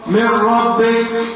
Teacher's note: بغير غنة يعني هدخل على الراء ومش هقف على الراء. من ربك بس.